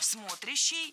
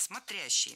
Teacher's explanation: Ударение падает на второй слог. · Shown in: second take